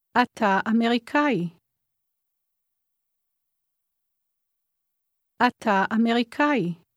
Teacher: The ah sound at the end of אתה blends into Amerikai.